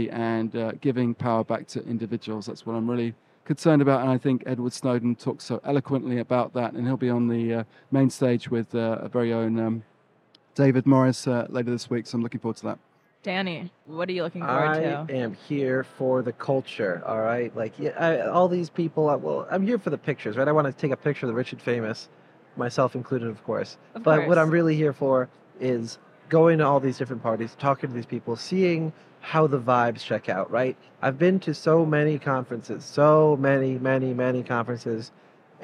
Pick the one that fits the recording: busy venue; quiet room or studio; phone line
busy venue